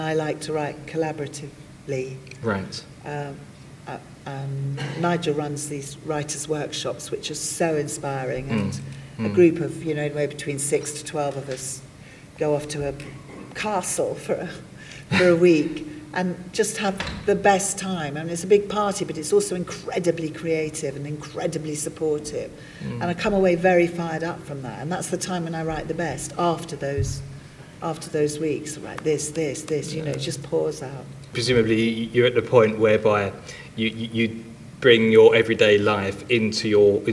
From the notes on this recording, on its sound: on stage at the recent Big Blue Box 2 convention held in Tunbridge Wells